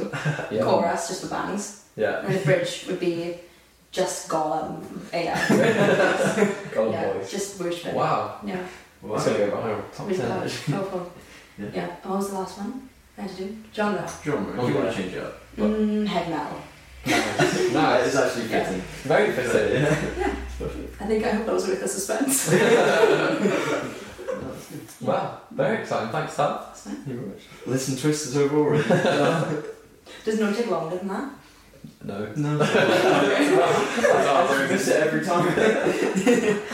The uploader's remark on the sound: Please bear with us regarding the audio quality of this video! Due to some technical difficulties it's not quite what we want it to be.